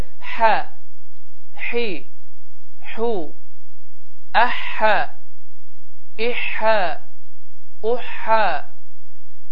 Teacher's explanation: Və bu hərfin məxrəci boğazın ortasını sıxmaq nəticəsində hava axını sıxıntı ilə getdiyi halda tələffüz olunur. Və tələffüz forması belədir: hə, hi, hu, əhə, ihə, uhə. · Term: H hərfi